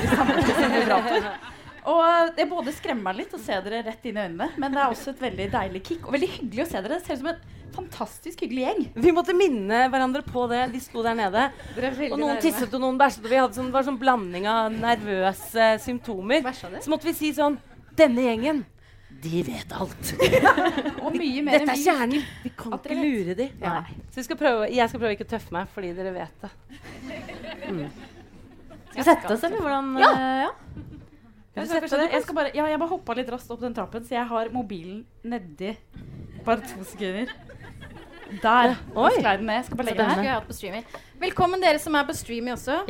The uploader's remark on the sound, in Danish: Live fra Nieu Scene. Takk til alle som møtte opp fysisk eller på stream. Her er første del av livepodden.